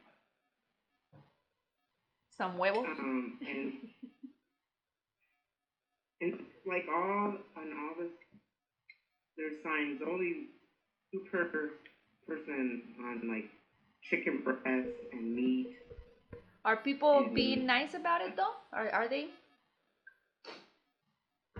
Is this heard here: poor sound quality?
yes